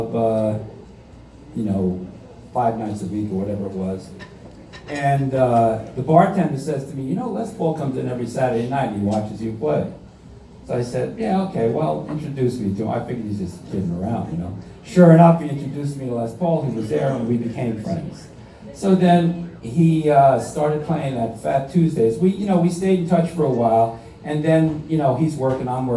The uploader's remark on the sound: between sets at his performance for REJS Entertainment at Tavern On The Lake in Hightstown NJ